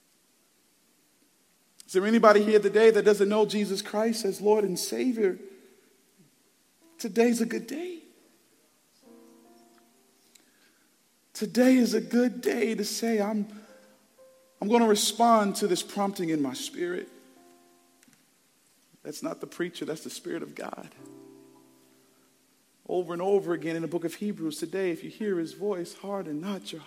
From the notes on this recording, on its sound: Preached Sunday February 4th, 2024 at Woodside Bible Church, Pontiac Campus